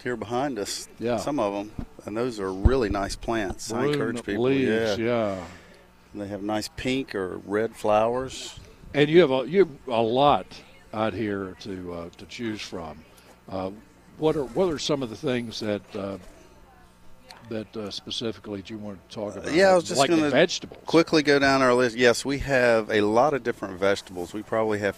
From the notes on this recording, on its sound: broadcasting live from Campbell Road Nursery.